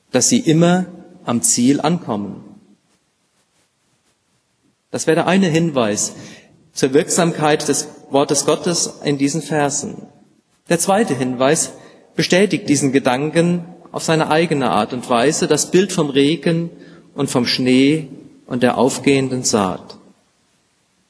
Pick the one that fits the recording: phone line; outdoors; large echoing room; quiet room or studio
large echoing room